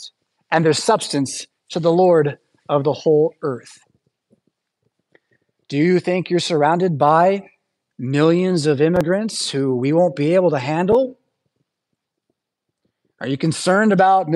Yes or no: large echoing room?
yes